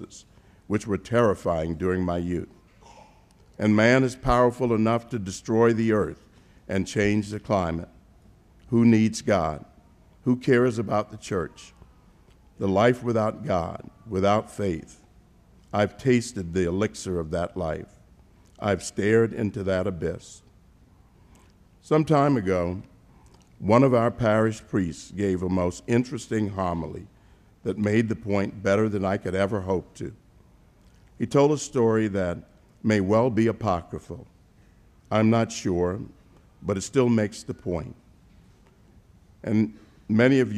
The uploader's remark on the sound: delivered the commencement address at the 2018 Commencement Ceremonies at Christendom College